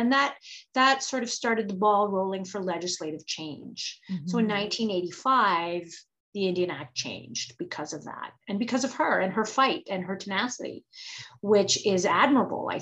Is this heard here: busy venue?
no